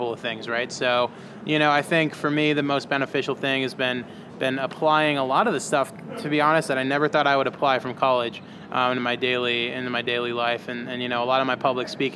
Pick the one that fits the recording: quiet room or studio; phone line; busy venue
busy venue